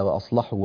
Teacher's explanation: اللام في قوله تعالى وأصلحوا وبينوا أيضا من اللامات المغلظة